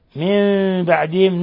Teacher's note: نون ساكنة جاء بعدها الباء، إقلاب، حيث قلبنا النون الساكنة ميما مخفاة